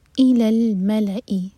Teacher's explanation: الى دو سلیبل والا ورڈ تو ای پر زور